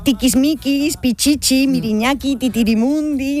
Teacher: la I, al ser una vocal cerrada y anterior, tiene un timbre agudo